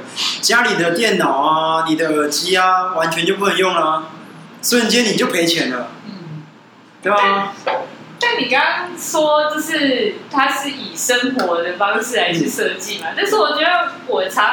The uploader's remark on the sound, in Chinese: 錄音地點｜ 藍色咖啡館 108台北市萬華區大理街131號。